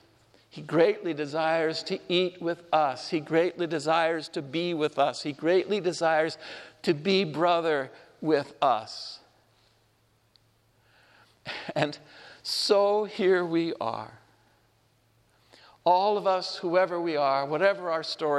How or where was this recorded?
large echoing room